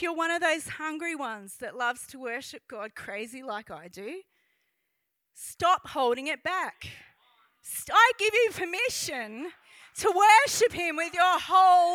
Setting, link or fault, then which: setting, large echoing room